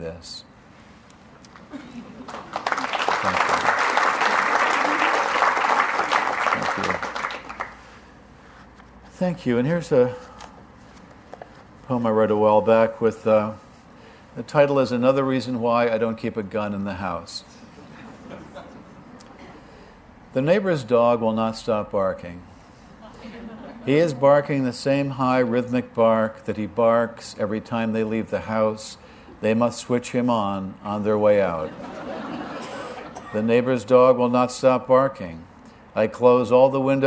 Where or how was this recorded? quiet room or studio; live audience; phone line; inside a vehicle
live audience